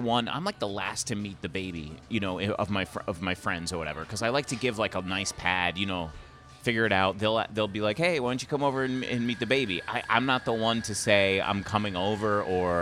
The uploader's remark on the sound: at le cafe coffee on Lexington Avenue between 55th and 56th in New York City